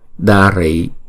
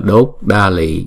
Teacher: người Hoa không phát âm chữ R mà chuyển âm R thành chữ L · Shown in: second take